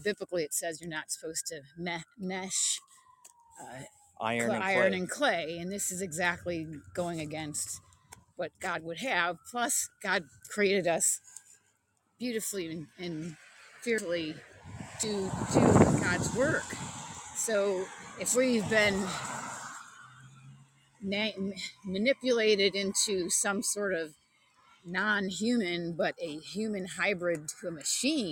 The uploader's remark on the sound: Experimental live show while on a long walk